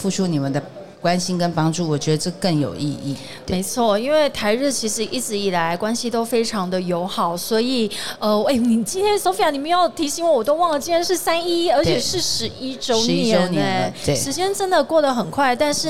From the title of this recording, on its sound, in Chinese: 2022 Taipei Cycle台北國際自行車展-Live Podcast